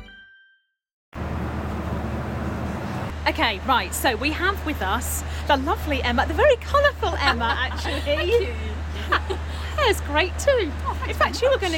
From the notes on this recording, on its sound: Pod on a plane. We recorded our pod up in the sky on the TUI flight to Palma, Majorca!